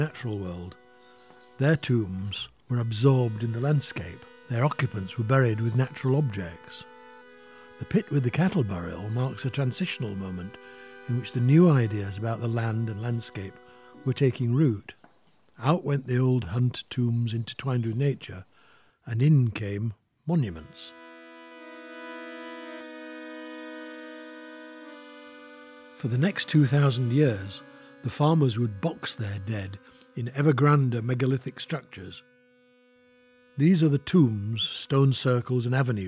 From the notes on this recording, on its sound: Takes us on an immersive tour of the cromlechs and tombs near his home in France. Suffused with birdsong and sounds from the landscapes of the Cévennes.